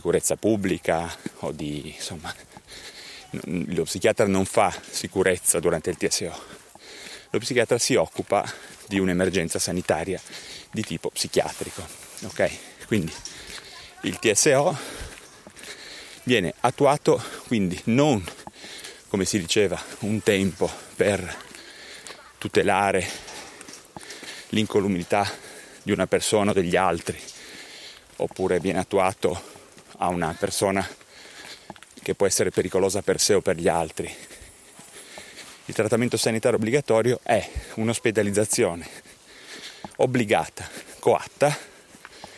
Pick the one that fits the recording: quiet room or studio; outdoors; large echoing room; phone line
outdoors